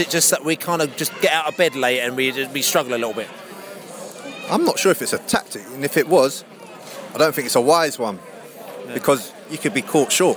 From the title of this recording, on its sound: Post-Match podcast from the pub